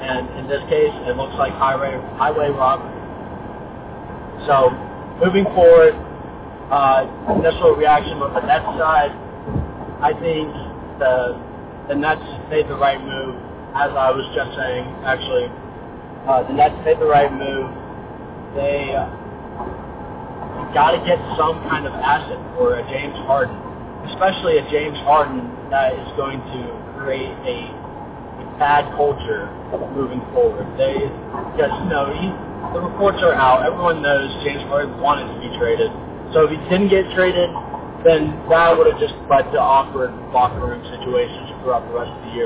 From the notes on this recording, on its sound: Audio quality is a little rough on this one